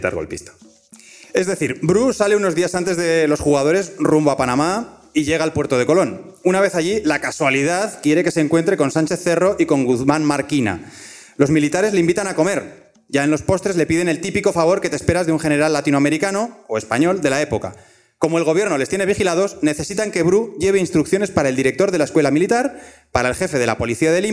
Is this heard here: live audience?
yes